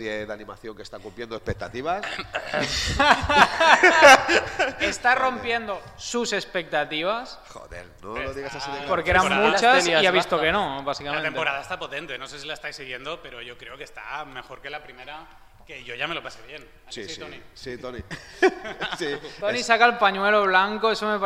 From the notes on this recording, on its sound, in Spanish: El equipo de Conexión Tatooine se reunía una vez más en el auditorio Eutyches del Palau Firal i de Congresos de Tarragona para realizar su segundo podcast presencial con público en directo gracias a la organización Starraco Unlimited.